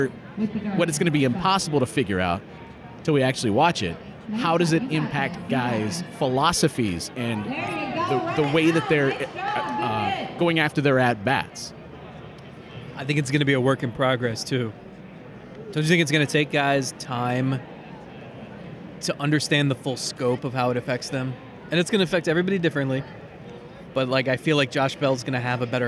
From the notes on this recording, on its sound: record this week's episode in the middle of GuardsFest 2023